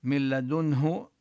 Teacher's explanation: أما بالنسبة للنون من لدنه فحكمها الإدغام بلا غنة